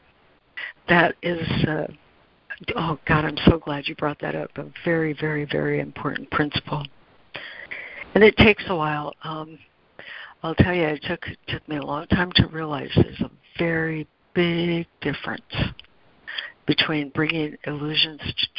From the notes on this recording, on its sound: ACIM Daily Conference Call